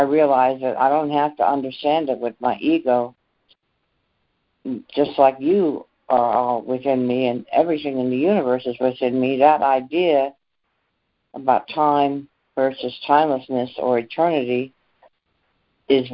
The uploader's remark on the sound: ACIM Daily Conference Call.